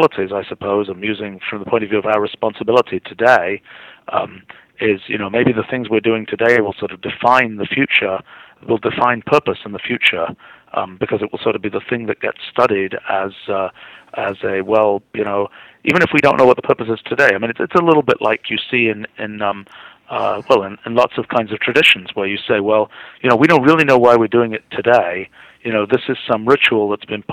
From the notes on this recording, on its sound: I was privileged to have an hour long phone interview.